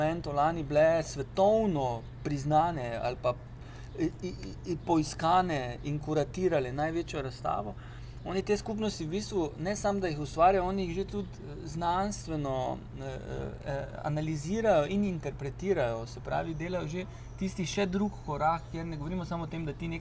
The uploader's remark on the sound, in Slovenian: Na ulici pred hišo ter pred publiko. GT22.